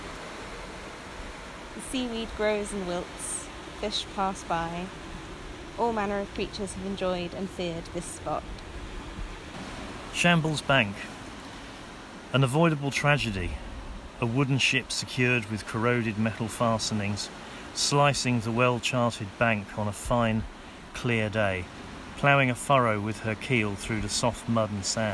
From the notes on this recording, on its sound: Festival visitors were invited to abseil down. A secure rock climbers platform, to experience Portland from a new vantage point. Recorded live on the rock face this recording includes the poems of 18 participants.